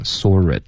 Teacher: 在英式口音中添加一个 R 音 · Term: R 连读